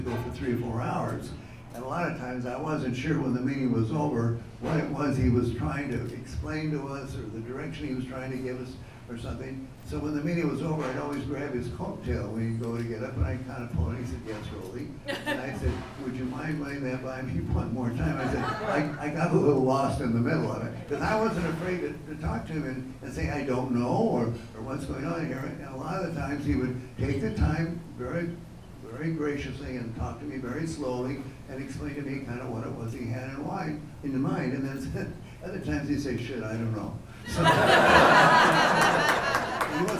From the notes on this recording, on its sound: This was recorded live at the ESPN Zone in Downtown Disney in Anaheim, during the MiceAge 10th Anniversary Breakfast Celebration!